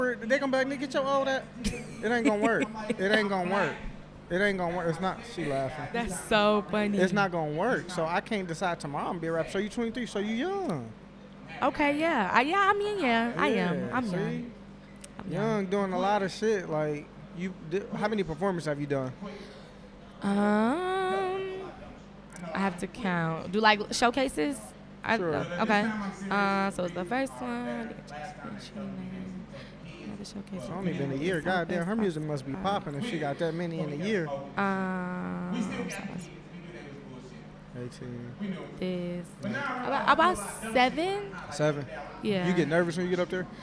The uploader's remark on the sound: We did a live taping. Comedy special "No Funny Business".